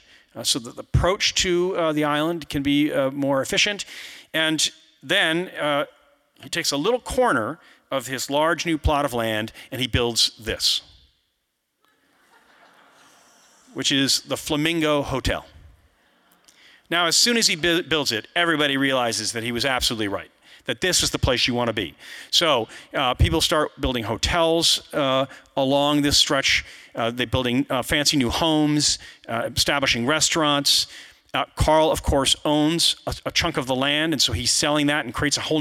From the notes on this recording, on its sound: you’ll hear the audience react to some visuals